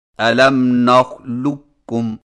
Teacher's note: काफ की आवाज को बिल्कुल खत्म करके सिर्फ एक काफ मुशद्दद से पढ़ें, यानी इस तरह अलम नखलुक्कुम। · Term: इदगामे ताम